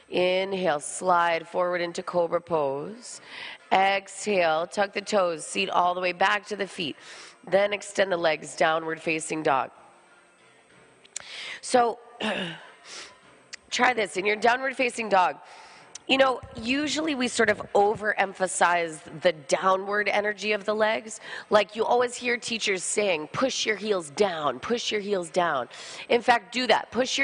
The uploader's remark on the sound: This jivamukti yoga open level class was recorded at Jivamukti Jersey City